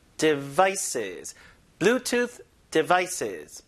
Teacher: Bluetooth devices 해서 이건 항상 강세를 뒤에다 줍니다. Devices가 아니라 devices.